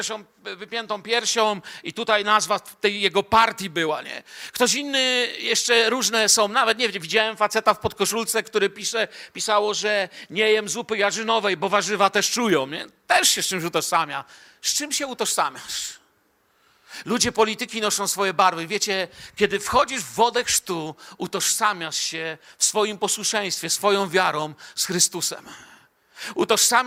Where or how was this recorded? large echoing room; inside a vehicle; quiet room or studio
large echoing room